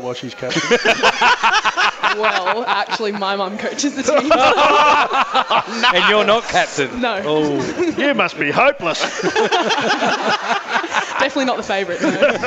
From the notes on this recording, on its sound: joined on stage at Wenty Leagues